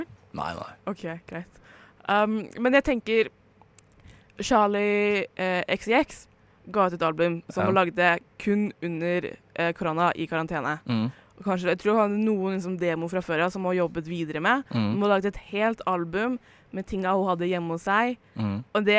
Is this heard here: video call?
no